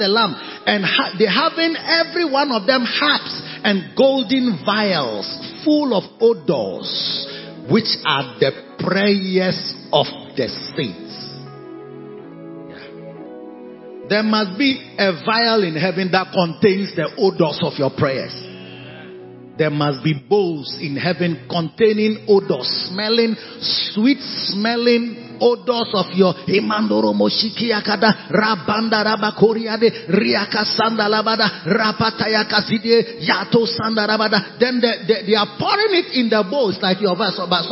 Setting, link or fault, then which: setting, large echoing room